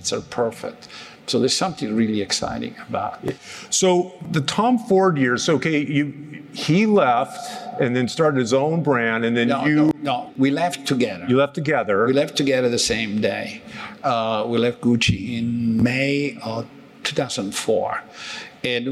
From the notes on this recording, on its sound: Our conversation took place at an annual convention for the National Retail Federation, and we had a limited time to speak on stage